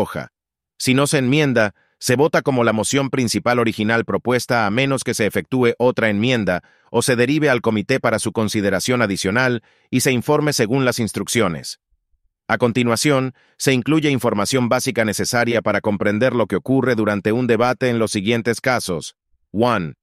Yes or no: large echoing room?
no